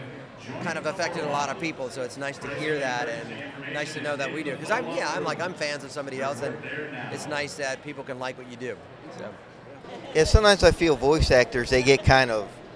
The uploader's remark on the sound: Interview at Lexington Comic Con 2017. This is the MediaMites podcast interview at Lexington Comic Con in Lexington Kentucky.